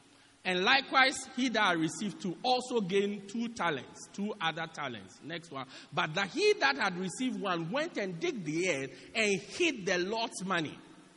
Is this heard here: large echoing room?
yes